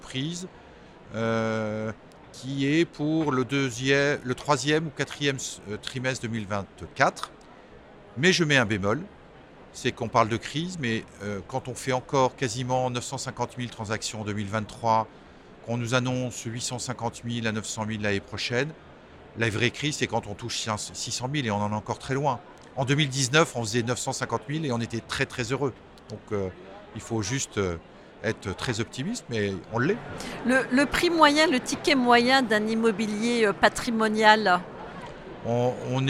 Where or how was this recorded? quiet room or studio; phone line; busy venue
busy venue